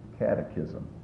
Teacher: catechism puts the emphasis on the first syllable